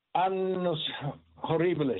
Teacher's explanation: So it's a prepenultimate stress for horribilis. And technically annus is annus, so it's a geminate.